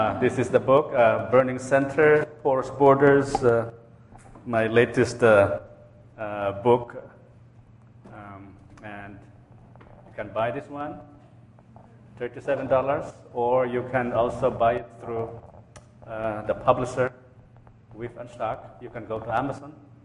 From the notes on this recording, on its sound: A lecture at Plymouth United Church of Christ, Eau Claire, Wisconsin, on July 22, 2012.